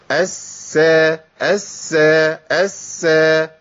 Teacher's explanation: لازم ابين رخاوه السين الساكنه اس اس اس، ما اقولش اس.